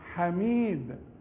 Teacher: ما حدش يقدر يقول لي حميد ابدا لان الحروف كلها مرققه